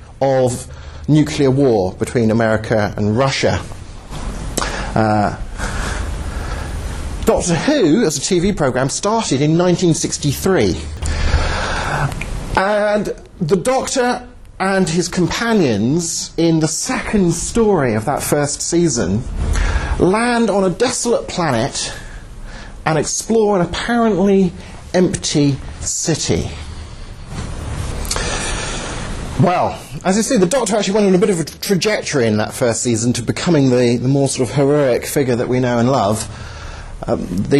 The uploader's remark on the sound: Talk at Southampton University, 08/02/11